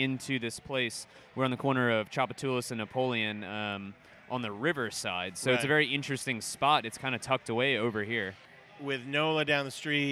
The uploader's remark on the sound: Go live at the Port Orleans Brewing Company in New Orleans where they podcast the Urban Land Institute's Membership Drive.